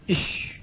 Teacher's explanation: وهو انتشار الهواء في الفم عند النطق بالحرف، وهو متفق عليه في الشين، وبالأخص يظهر كثيرا عند سكونها، إذا قلت إش فالهواء يتفرق في الفم فيتفشى فيه، والتفشي هو الشيوع، والخبر الفاشي أي الشائع.